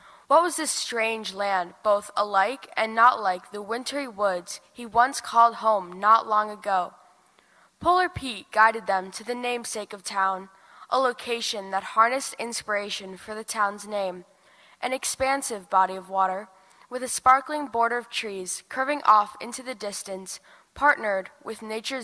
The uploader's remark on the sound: LIVE from the Holmes Theater in Detroit Lakes.